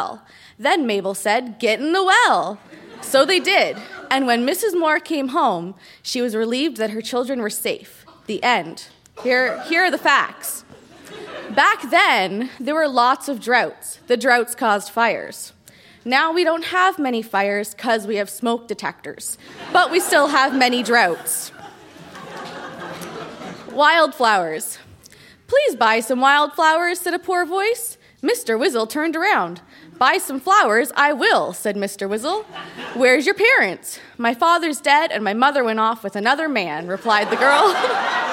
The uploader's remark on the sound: Recorded live at The Walper Hotel in Kitchener.